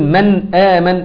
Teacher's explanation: اذا نطقت به تسكن النون ثم تلفظ بالحرف اللي بعده ولا تقلقل النون. يبقى احنا عايزين نستفاد حاجه هنا، ان انت هنا وانت بتنطق النون مع الاظهار لا تغنها ولا تقلقلها.